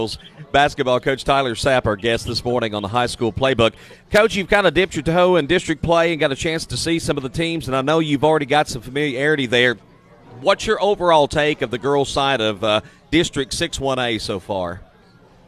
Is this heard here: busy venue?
yes